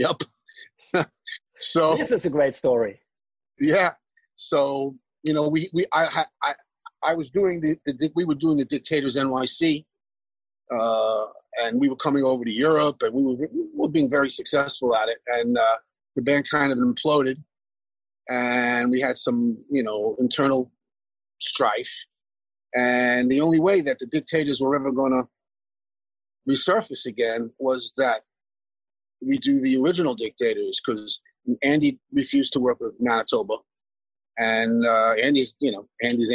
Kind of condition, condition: link, video call